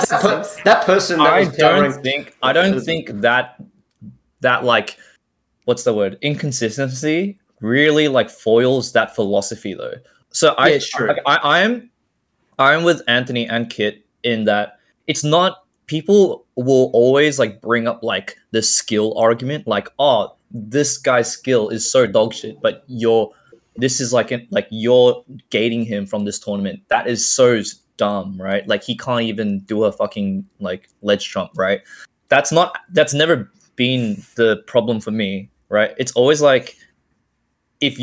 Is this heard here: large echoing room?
no